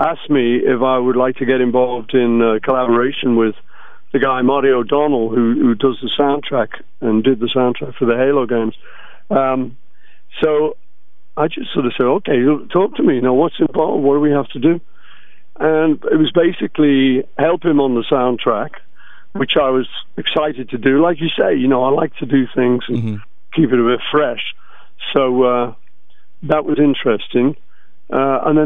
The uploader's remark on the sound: On The Phone